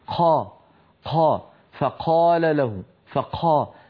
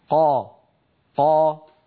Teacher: يتبع القاف بنفس، هذا من النطق العامي · Shown in: first take